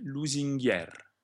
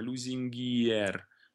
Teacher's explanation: E la I è velocissima, è pronunciata molto veloce · Shown in: first take · Lusinghier.